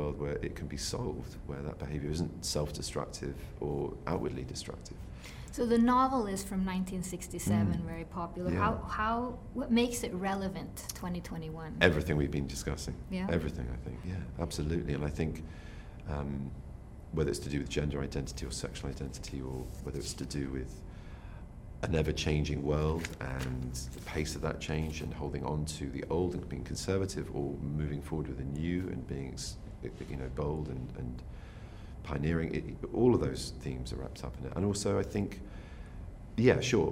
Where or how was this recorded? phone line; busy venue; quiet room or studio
busy venue